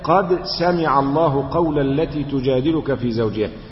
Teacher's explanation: قد حرف تحقيق، القلقلة هنا تميل للفتح